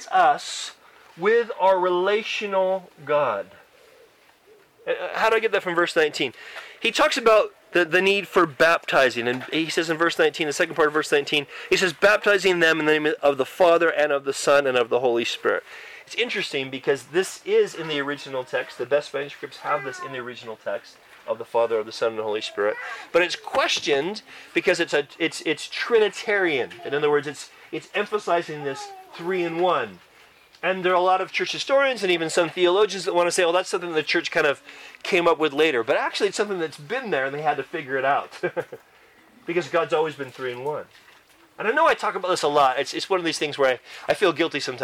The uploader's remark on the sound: Church camp recording in the great outdoors!